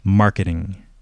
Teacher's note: the soft T is basically, it's like a similar D, okay? So instead of a ting, it's more of a ding, okay?